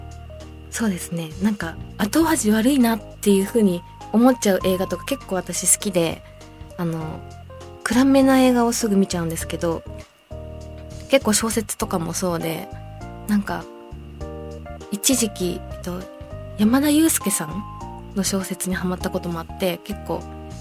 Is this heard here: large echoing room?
no